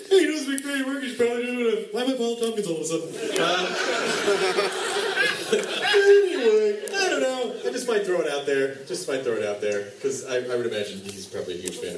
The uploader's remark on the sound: This episode of Nerdist from NY Comic Con almost didn't happen! This amazing show at The Best Buy theater. Accidentally didn't get recorded, but then (thanks to the magic of iPhones and social media) we found someone who had recorded it from the audience.